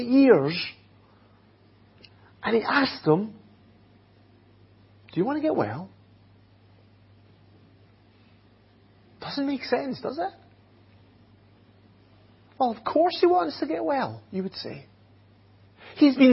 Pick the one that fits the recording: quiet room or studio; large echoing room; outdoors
large echoing room